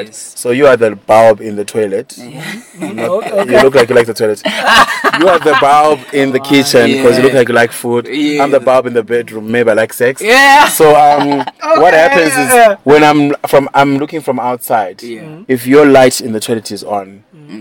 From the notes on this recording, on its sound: on the sidelines of The European Film Festival